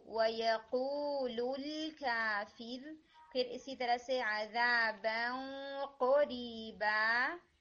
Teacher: फिर जी मखरज में ना कौफ का मखरज आपका थोड़ा भी वीक है, कॉफ जो है वो फॉरवर्ड हिट हो रहा है ऑलमोस्ट काफ की जगह से, तो इसको थोड़ा सा पीछे से हिट करें